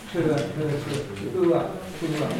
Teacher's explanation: remember when you're doing the tua sound, to round your mouth as if you're kissing somebody